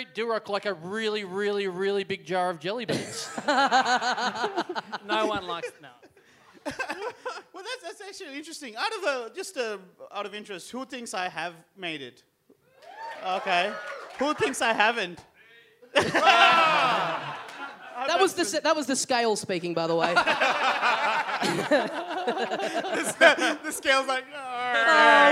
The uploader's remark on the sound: Recorded LIVE at The Velvet Lounge in Perth on October 18, 2015.